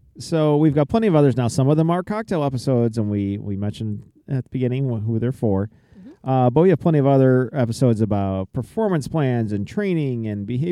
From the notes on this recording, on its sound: Take the show on the road, so to speak, opting to record around the family fire pit. If recording outdoors in close proximity to open flames didn't up the degree of difficulty enough, add to the mix their four kids busily making s'mores.